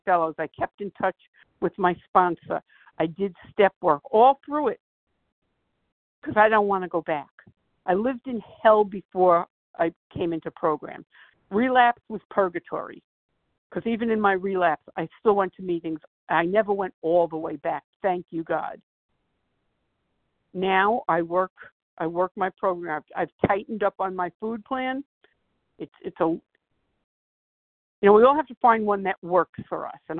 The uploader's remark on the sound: 100 Pounders Phone Meeting, 4/13/23.